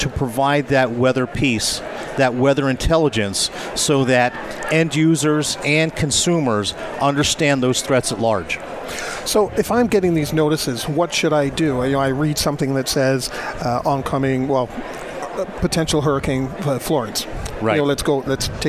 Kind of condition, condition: setting, busy venue